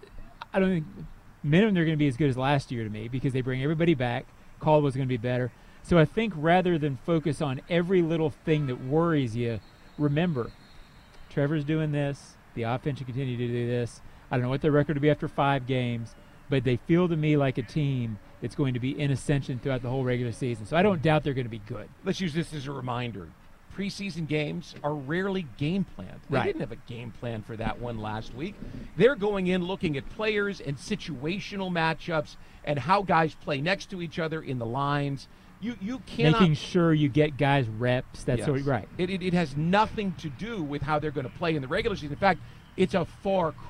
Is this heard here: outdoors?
yes